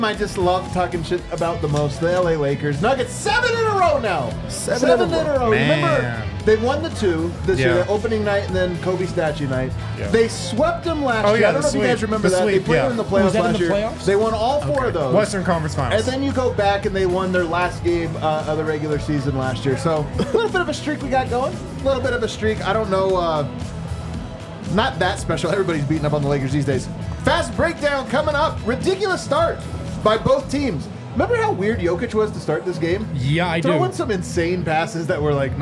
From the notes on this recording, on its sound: LIVE from the DNVR Bar.